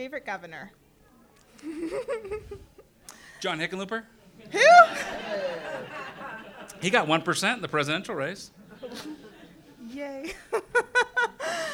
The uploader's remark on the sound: OUR VERY FIRST LIVE HAPPY HOUR